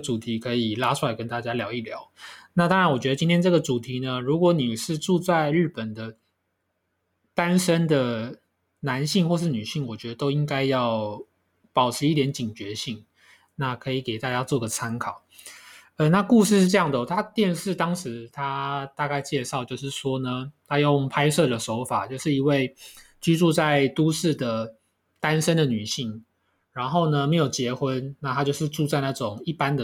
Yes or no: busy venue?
no